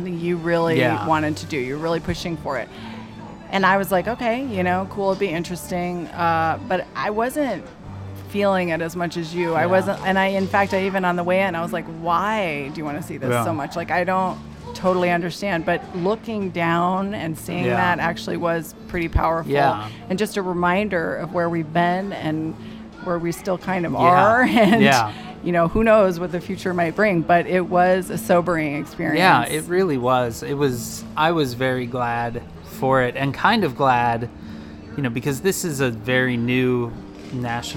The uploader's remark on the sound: Live from Wall Drug. In the back yard of Wall Drug. They wind up back at Wall Drug, where they decided to record today’s episode.